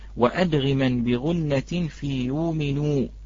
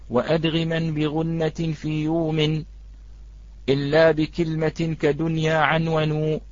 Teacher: في كلمة يؤمن لابد من إشباع هذه النون، في اللفظ، وأدغما بغنة في يؤمن، ليس بالسكون كما نسمع في بعض التسجيلات، وأدغما بغنة في يؤمن إلا بكلمة كدنيا عنون، لا، لابد من إشباع هذه النون.